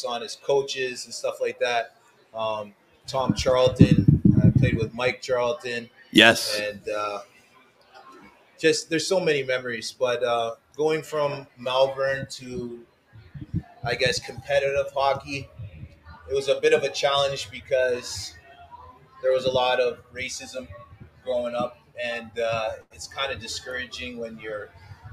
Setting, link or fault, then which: setting, busy venue